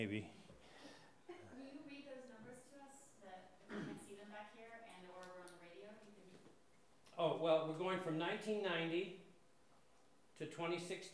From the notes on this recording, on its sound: One of the lunchtime lectures at Cortes Island's Folk University. This session was recorded and broadcast over Cortes Radio in the regular Cortes Currents slot.